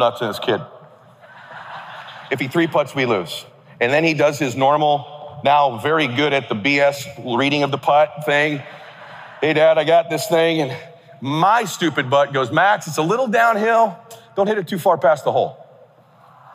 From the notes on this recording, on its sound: Keynote Address at KWRI Family Reunion 2023 (Video Replay)